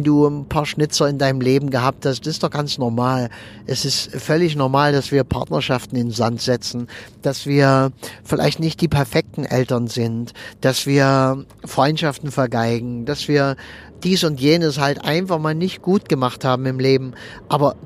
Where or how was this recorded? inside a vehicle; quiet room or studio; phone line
inside a vehicle